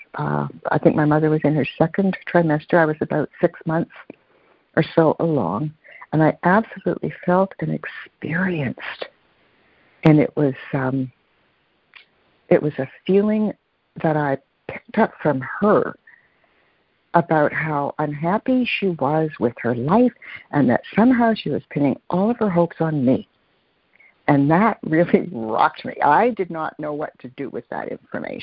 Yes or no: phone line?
yes